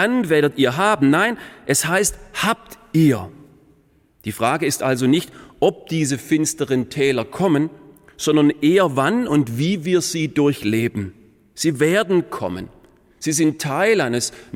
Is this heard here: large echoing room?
yes